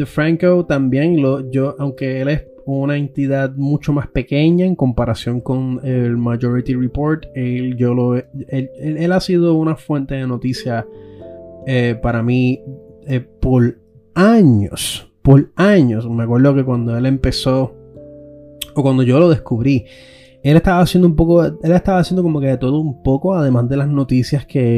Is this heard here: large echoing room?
no